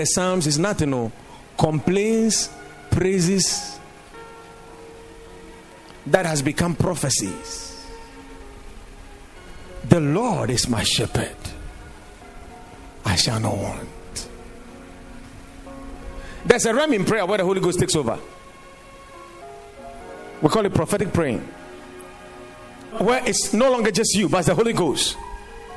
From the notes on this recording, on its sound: Preached at the Watered Garden Church